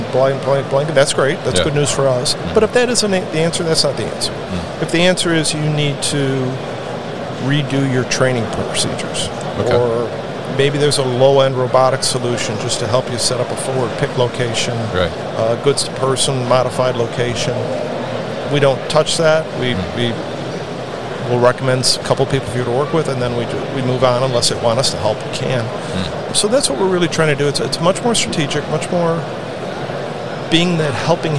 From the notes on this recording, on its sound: Open Sky Group at MODEX 2022.